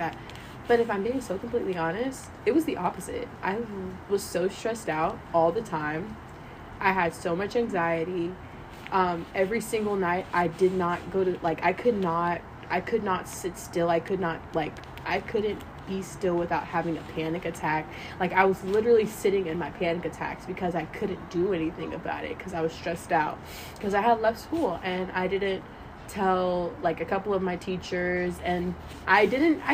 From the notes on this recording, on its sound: This episode is very raw. They ask that you ignore the audio disturbances.